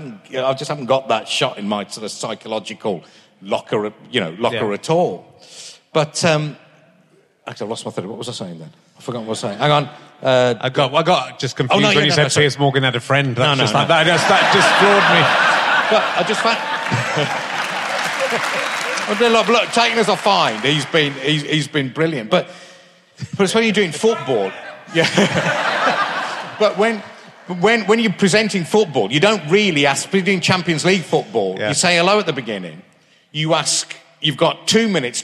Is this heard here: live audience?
yes